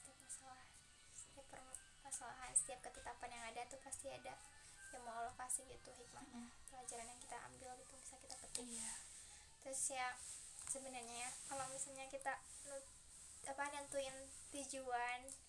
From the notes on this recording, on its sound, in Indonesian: Dan yaa ga sengaja untuk record. Alhasil banyak noise.